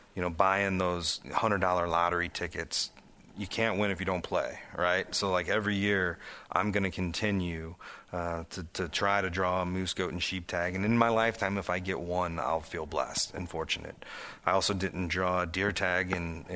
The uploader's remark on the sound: at the Professional Outdoor Media Association Conference in Wichita, KS